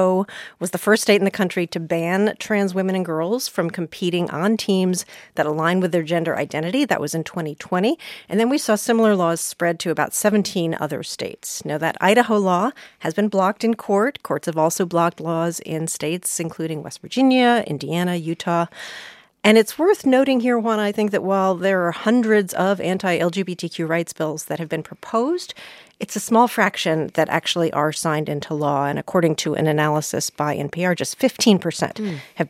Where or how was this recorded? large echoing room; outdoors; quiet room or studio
quiet room or studio